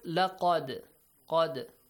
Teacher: the letter dal has an echoing sound because it appears sakin · Term: qalqala